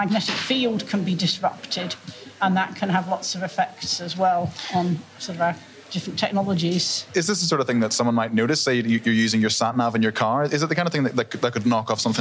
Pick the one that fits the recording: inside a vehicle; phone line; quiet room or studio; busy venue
busy venue